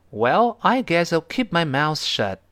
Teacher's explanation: 读快之后，后面那 shut，最后那个 t 有点失去爆破的味道了